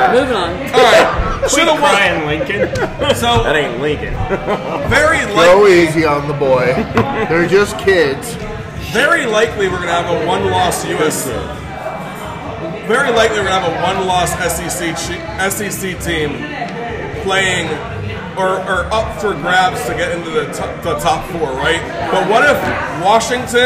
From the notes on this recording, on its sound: Guys at the bar talking sports. Neighborhood friends who get together weekly at the Neighborhood Watering hole MJ’s Grill in Columbia SC with some brews and a microphone.